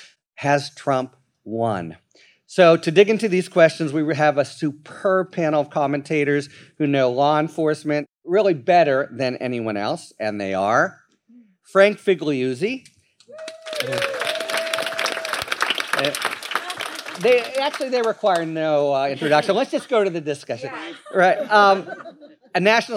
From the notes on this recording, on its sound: Recorded Live at the Texas Tribune Festival. This panel discussion.